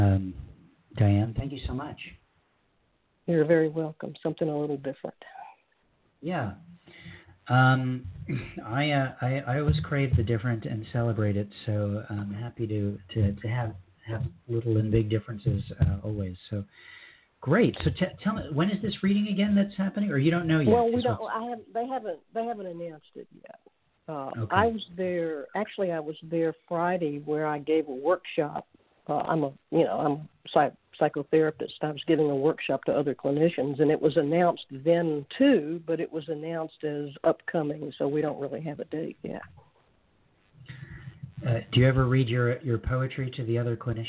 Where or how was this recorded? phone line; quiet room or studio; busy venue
phone line